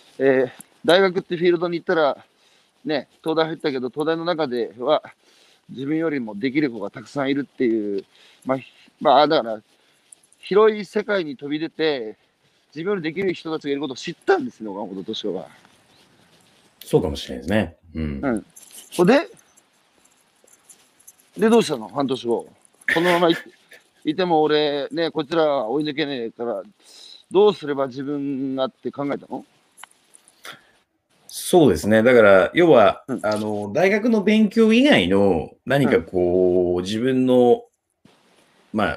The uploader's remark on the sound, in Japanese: 歩きながら1時間、対談する。